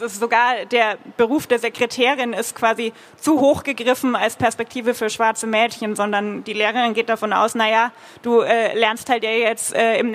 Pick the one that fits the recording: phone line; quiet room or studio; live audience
live audience